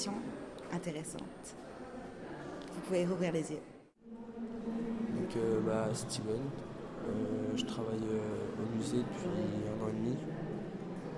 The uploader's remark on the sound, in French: Echantillons de voix collectés à l'occasion du Festival Longueur d'Ondes 2013 à Brest.